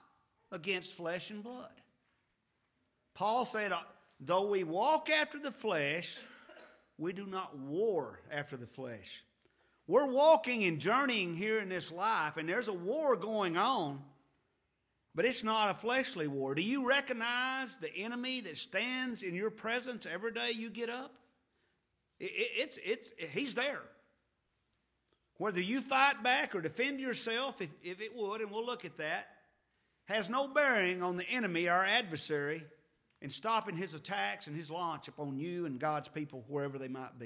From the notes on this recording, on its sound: to the Lubbock Primitive Baptist Church